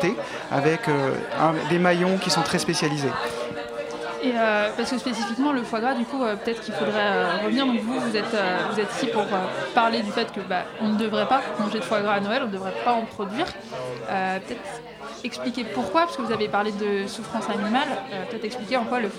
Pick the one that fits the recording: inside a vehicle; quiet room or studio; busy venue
busy venue